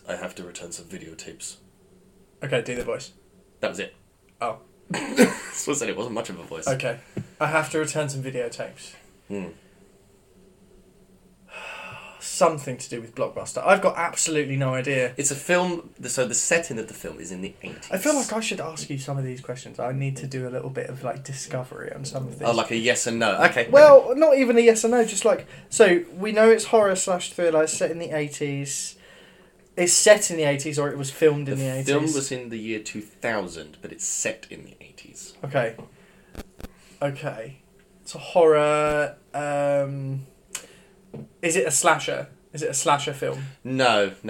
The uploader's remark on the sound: This was recorded on a dark Tuesday evening, on a 15 year old USB Microphone.